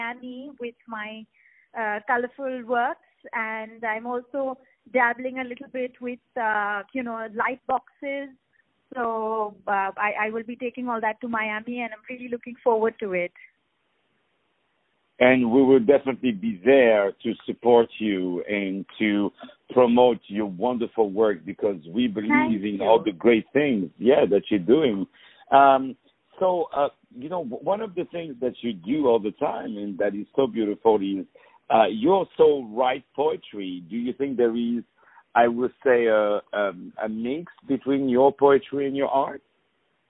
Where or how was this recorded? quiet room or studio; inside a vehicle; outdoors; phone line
phone line